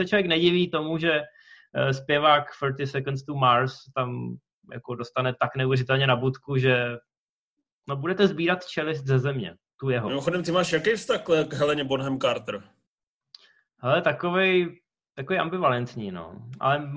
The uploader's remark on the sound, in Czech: Díky aplikaci Zoom se vracíme se speciály, ještě v trochu kompromisní audiovizuální formě